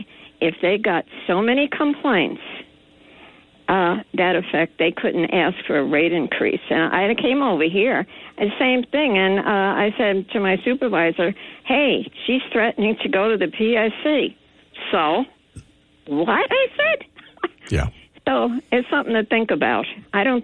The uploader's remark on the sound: we had open phones the rest of the show